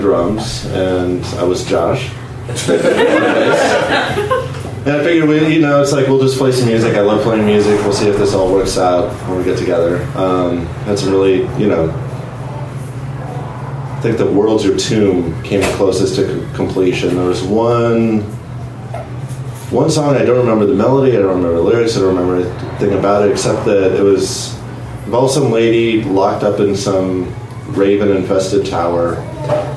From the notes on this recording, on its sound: Live from Genuine Joe's